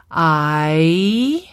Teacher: hitting the ah on the front end, hitting the E on the back end, and then making a nice smooth transition from one to the other through the process. · Term: diphthong